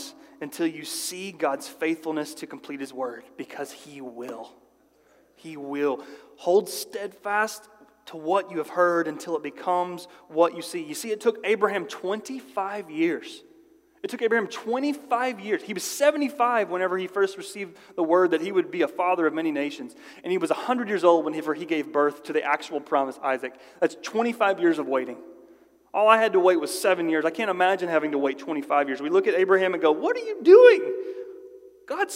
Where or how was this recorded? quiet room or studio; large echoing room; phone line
large echoing room